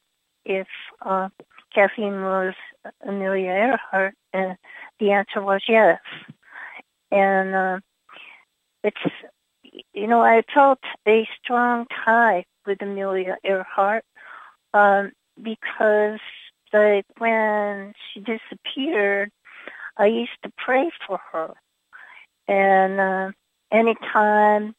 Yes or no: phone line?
yes